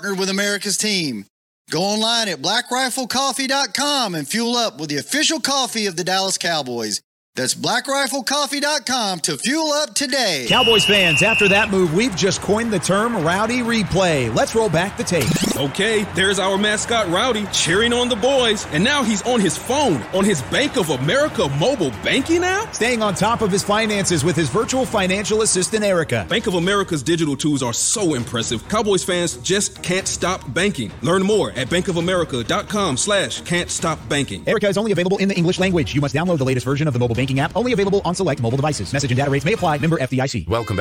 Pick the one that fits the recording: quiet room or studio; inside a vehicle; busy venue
busy venue